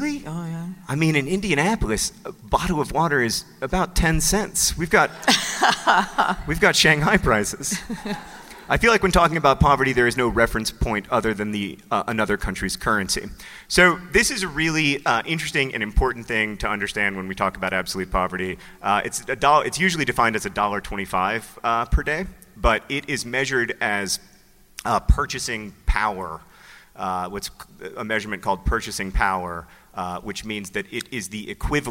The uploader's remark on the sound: Live from NerdCon: Stories